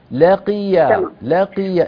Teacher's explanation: القاف مكسورة، لا تبالغي في تفخيمها